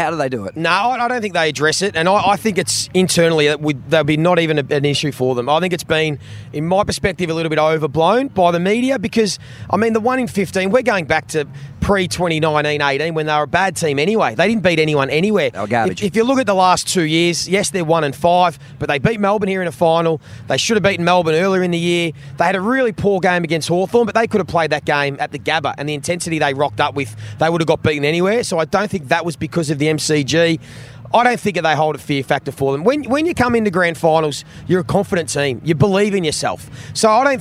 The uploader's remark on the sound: Live from the MCG on Grand Final day!